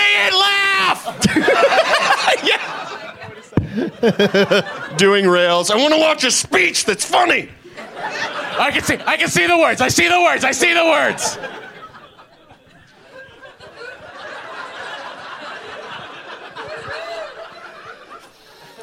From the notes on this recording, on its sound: Live from Zanies Comedy Club in Rosemont, IL